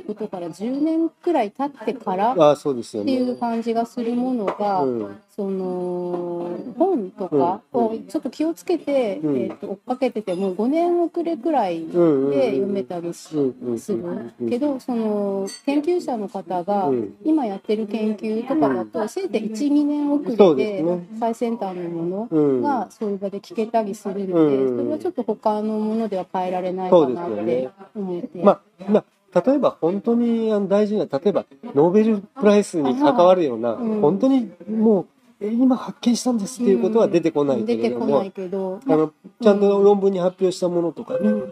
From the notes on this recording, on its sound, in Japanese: 外食店内の収録なので環境音が入ってお聴きづらいと思いますが